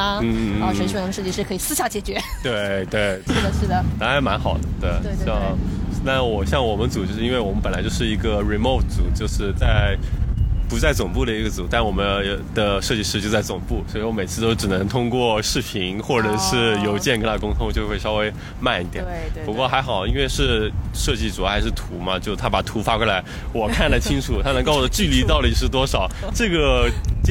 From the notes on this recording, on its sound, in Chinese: 户外录音，稍有杂音